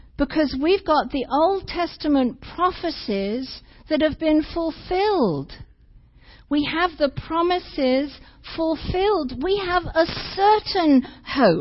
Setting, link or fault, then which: setting, large echoing room